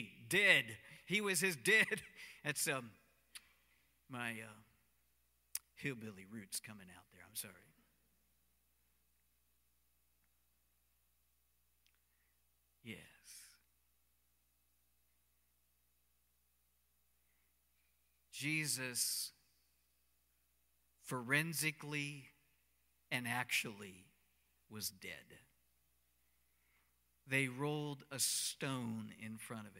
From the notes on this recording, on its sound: Cornerstone Fellowship Sunday morning service, streamed live on Nov 15, 2020